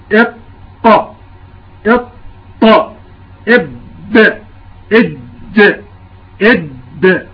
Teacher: في ضغط للصوت ما يخرج نهائيا هذا الصوت، ثم ينفجر مرة واحدة بسبب ضغط الهواء القادم من الجوف · Term: القلقلة